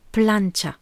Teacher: Déjà, l'accent tonique en espagnol, il tombe sur le premier A